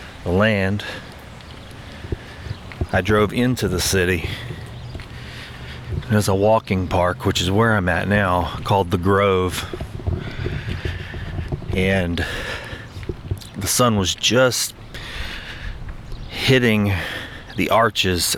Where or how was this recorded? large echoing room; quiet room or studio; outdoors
outdoors